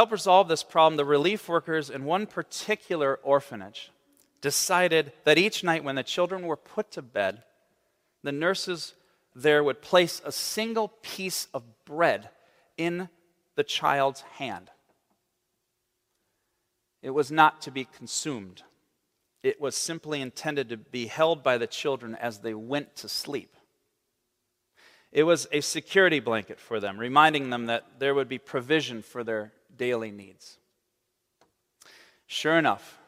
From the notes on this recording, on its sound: On the Third Sunday in Lent, March 12, 2023, at Central Reformed Church in Grand Rapids, Michigan.